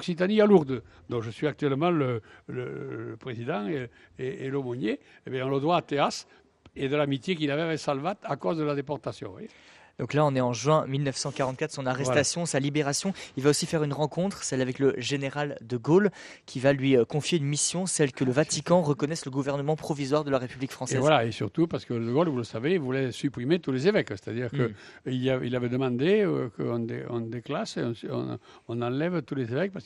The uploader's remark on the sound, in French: en direct du lycée Théas